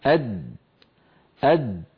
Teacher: يقول أد، لاحظوا بأن اللسان عندما يصل إلى مخرج الدال يصطدم طرفه بمخرج الدال أد عند تلك الدائرة الزرقاء التي تظهر فينحبس الصوت خلفها ويؤدي تصادم طرف اللسان مع ما يحاذيه من الحنك الأعلى إلى صوت الدال أد أد. هذا إذن الصوت، صوت يعتمد على مقطع. · Term: حرف الدال